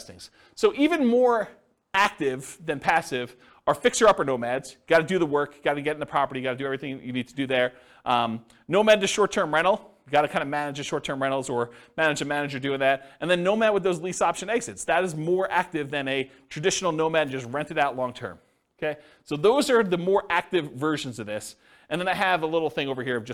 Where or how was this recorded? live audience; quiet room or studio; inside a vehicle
live audience